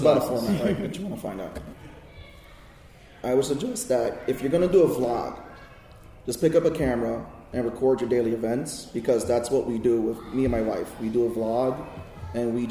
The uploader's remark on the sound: New Media Panel at Inbeon Con. A special guest that decided to crash halfway through the panel.